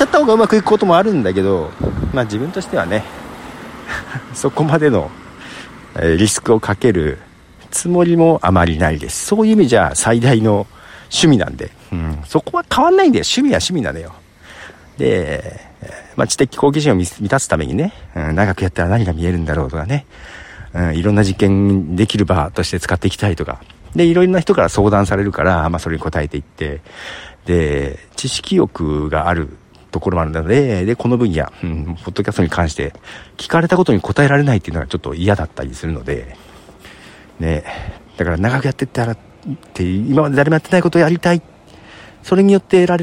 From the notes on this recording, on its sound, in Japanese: 深夜の散歩。そんなことを歩きながら考えてみました。